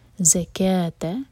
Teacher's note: زکاہ میں ز buzzing sound کے ساتھ